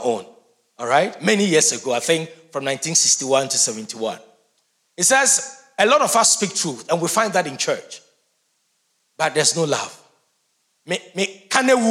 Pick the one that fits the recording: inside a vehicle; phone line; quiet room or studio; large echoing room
large echoing room